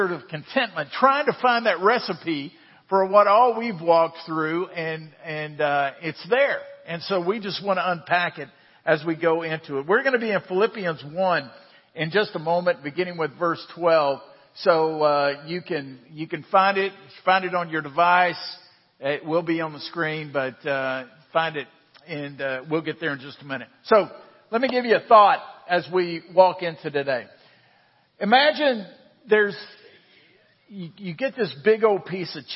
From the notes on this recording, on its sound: Central Round Rock is a family of Christ-followers. This podcast is an audio archive of our Sunday Morning sermons.